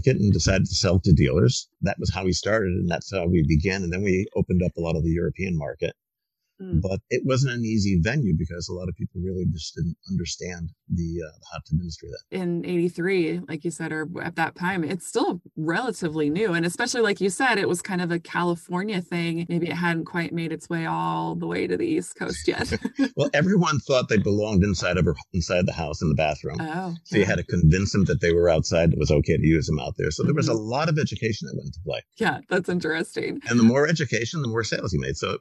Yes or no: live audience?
no